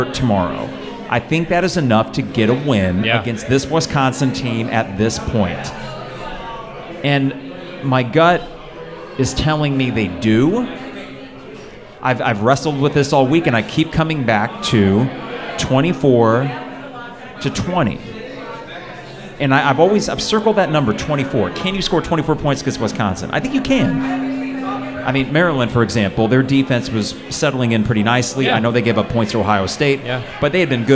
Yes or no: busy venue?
yes